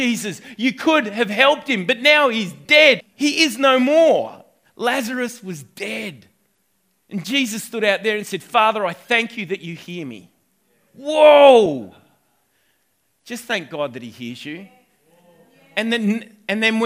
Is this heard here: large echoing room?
yes